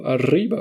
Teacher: das gerollte R, wie im Spanischen oder im Italienischen wahrscheinlich auch